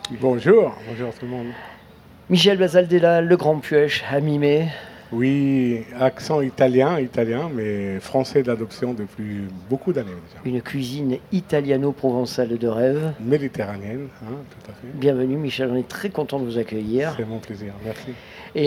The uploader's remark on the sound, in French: Premier Plateau de notre participation au Street Food Festival 2022, place de la Major, sous le très très chaud soleil de juin.